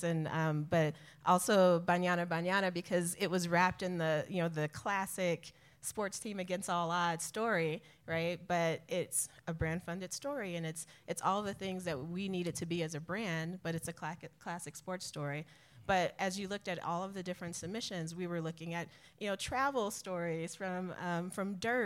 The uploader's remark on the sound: Live from Sundance 2024 with the Brand Storytelling Selection Committee. Live on-stage in Park City at Brand Storytelling 2024.